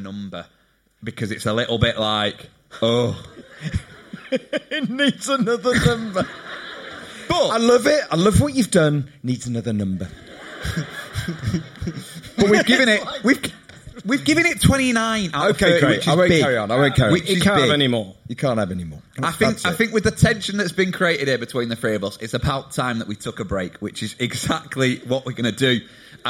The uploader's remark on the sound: Sofa Cinema Club: Live at The Lowry. Join us at The Lowry theatre in Salford for our biggest live show yet.